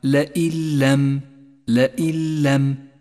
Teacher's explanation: التالي: الإدغام بلا غنة، عند قوله تعالى: لئن لم، لئن لم، جاءت النون الساكنة وبعدها حرف اللام، والواجب هنا أن نسقط النون الساكنة من اللفظ، ولذلك لونت باللون الرمادي، وأن نشدد حرف اللام الذي